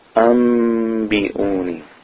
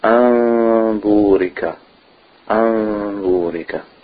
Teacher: The noon sakina and the tanween is pronounced with iqlab and changed to a meem when it's followed by a ba.